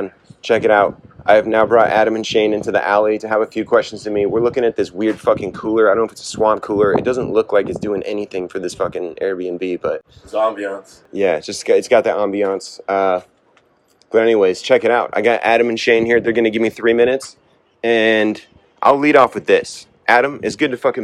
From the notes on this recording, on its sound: Why not kick off the 2021 season with some live content from the draft in San Diego.